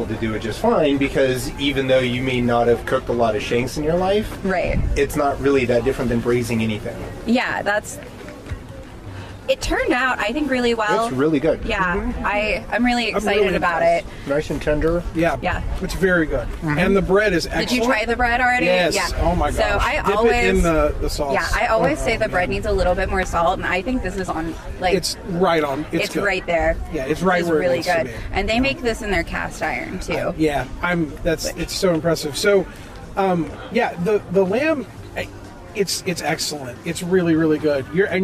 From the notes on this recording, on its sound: Live At Bridgeport Farmers Market. We come to you recording live from the Bridgeport Farmers Market in West Virginia.